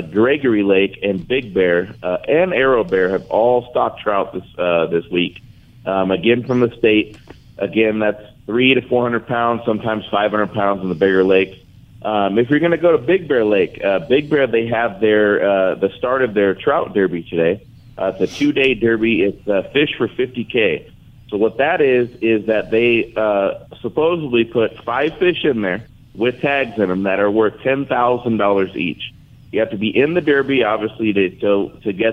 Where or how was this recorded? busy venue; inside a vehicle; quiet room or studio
busy venue